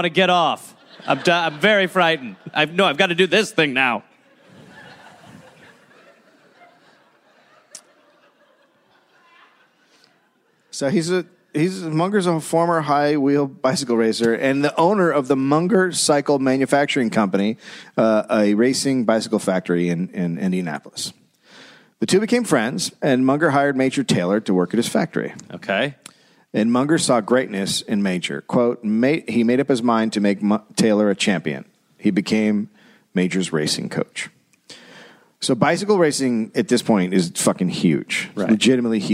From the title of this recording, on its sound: Live in Indianapolis